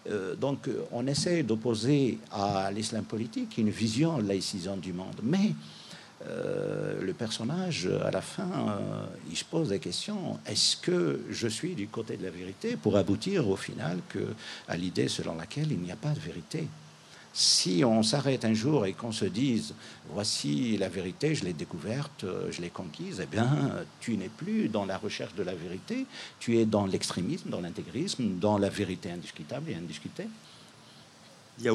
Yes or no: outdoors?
yes